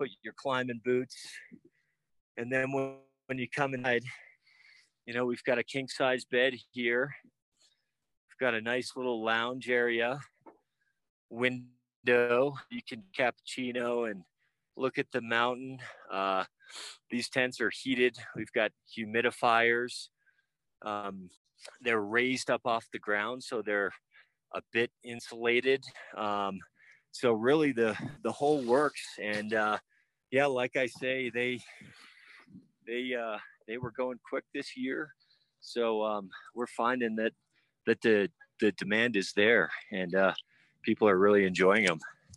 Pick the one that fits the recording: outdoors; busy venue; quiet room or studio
outdoors